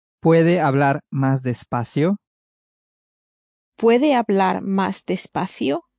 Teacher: Using a rising intonation, turn it into a question and say, can you speak more slowly?